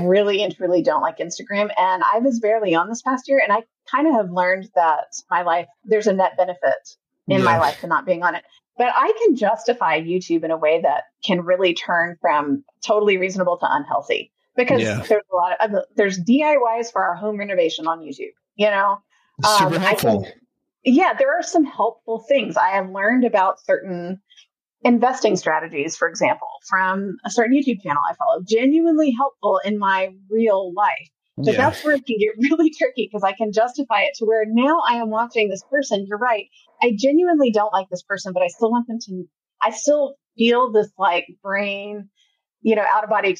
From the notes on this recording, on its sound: please note the sound quality is not up to our standards in this episode